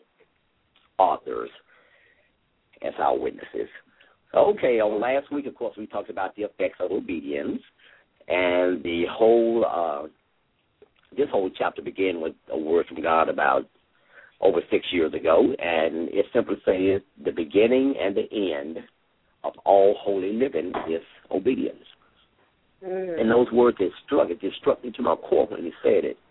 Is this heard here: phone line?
yes